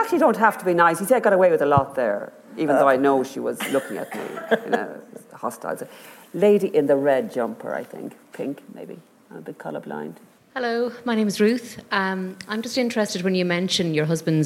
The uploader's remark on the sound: recorded live at Liberty Hall Theatre in Dublin